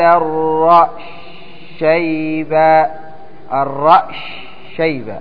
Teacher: يضغم السين في الشين بعد تسكين السين، لأنها متحركة كبير هذا، وهو يسكنها ثم إذا سكنها أضغمها.